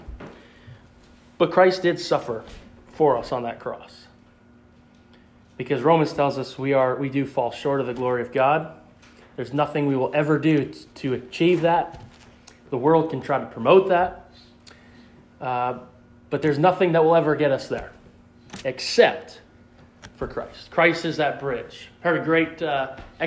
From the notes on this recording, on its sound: in the pulpit of the Pleasant Valley Bible Church in West Bethel, Maine on Easter Sunday 2021.